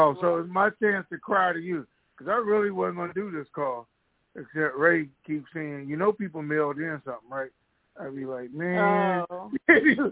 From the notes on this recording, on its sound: TNTSuperfantastic Conference Call - January 28, 2022